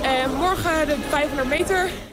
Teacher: 500 meter. De R hoor je niet meer. · Term: Gooise R